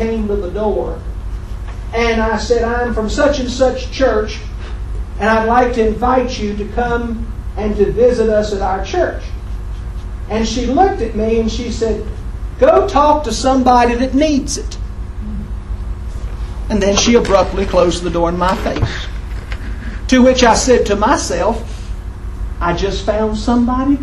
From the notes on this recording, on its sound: In one of the chapel services from my previous Bible College. Please excuse the quality of the recording.